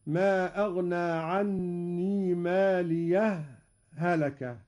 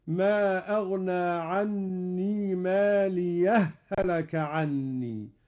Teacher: لجميع القراء السكت بين الهاءين أو الإدغام هكذا: ما أغنى عني مالية، هلك، هذا هو السكت.